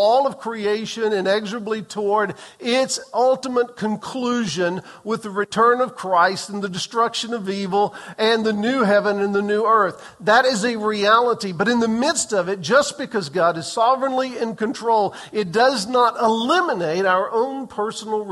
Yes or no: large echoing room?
yes